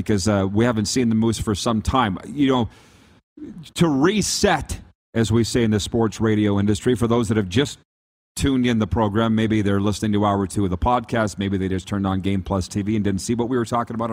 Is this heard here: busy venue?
yes